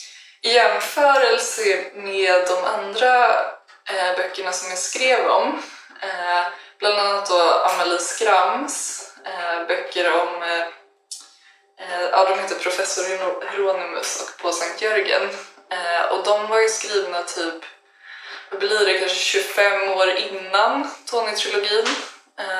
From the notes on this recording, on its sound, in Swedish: JA DET ÄR HEMSKT LJUD I DET HÄR AVSNITTET.